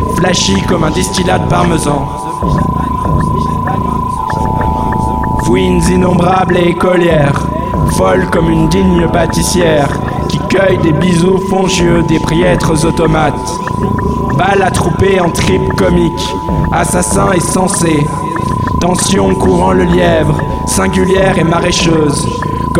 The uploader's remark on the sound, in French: Lecture faite à Grenoble au 102 rue d’Alembert un ancien squat devenu un repaire de hipster